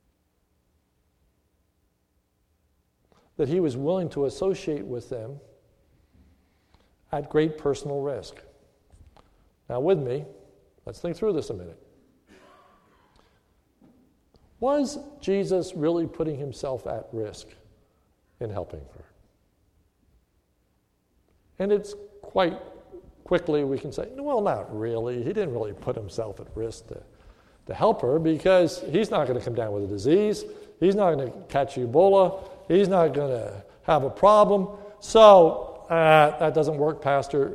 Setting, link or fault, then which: setting, large echoing room